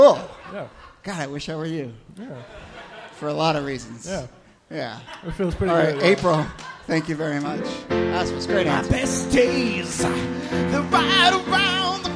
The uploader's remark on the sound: from our October regular show at Housing Works Bookstore